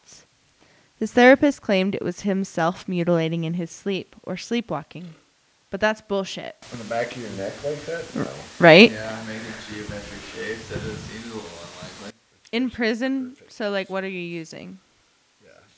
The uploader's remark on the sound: REALLY BAD AUDIO ALERT. We did have some audio issues this week but have resolved them and expect it to be loud and clear for y'all going forward.